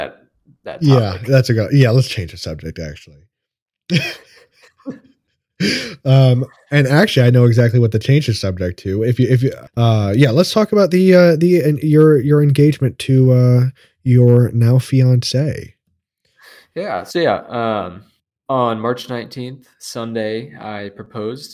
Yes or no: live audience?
no